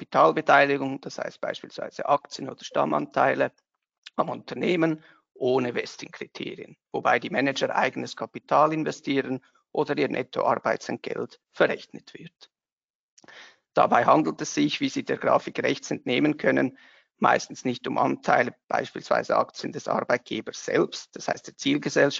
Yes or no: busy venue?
no